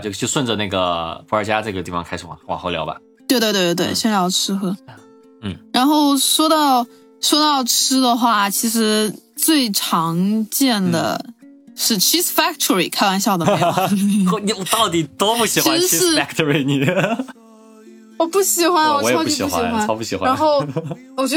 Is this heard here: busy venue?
no